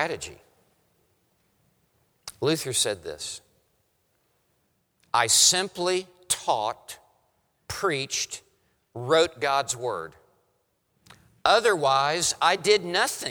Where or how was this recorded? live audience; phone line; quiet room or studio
live audience